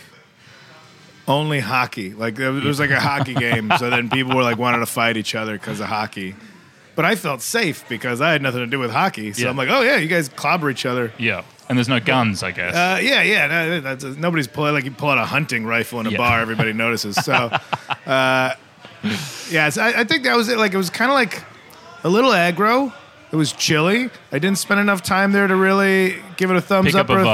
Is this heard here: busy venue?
yes